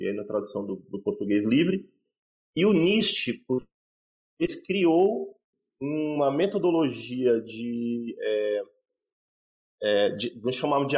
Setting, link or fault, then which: link, video call